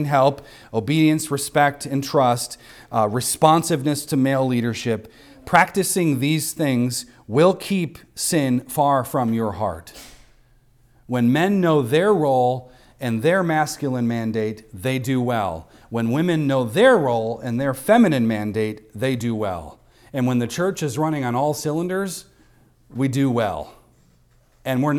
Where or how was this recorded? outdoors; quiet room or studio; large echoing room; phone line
large echoing room